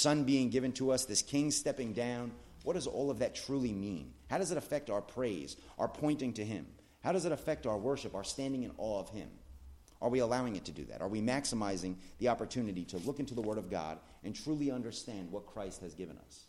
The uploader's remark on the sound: at The Blue Point Bible Church